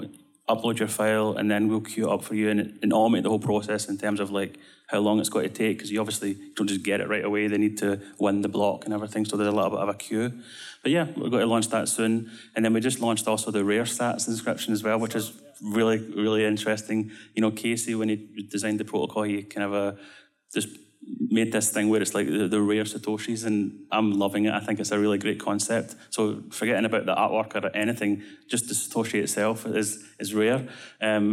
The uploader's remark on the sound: Recorded Live in Miami Beach at the Ordinals 2023 Conference.